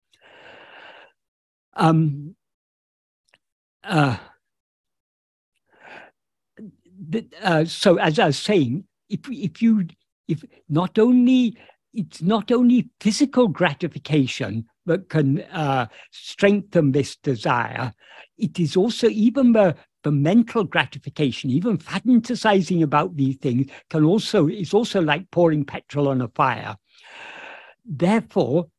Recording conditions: video call